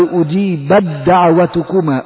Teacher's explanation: يعني التاء قلبت إلى دال ثم أدغمت في التاء في الدال التي بعدها. · Term: الإدغام